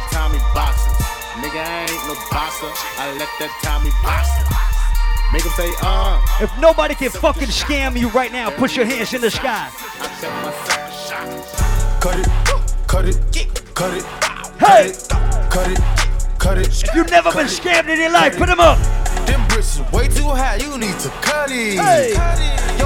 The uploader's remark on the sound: Live party juggling audio from Fete Fridays in Providence, RI